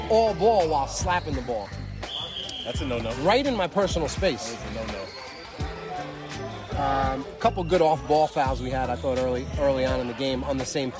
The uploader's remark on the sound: Live from: InSports, Trumbull, CT.